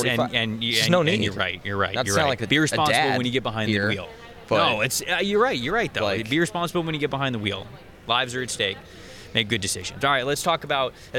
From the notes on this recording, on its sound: Come to you live from the 2023 NFL Combine.